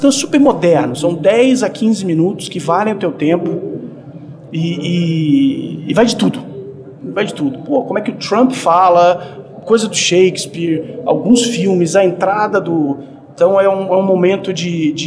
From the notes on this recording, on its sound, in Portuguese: Este episódio foi gravado no RD Summit 2023, evento organizado pela RD Station.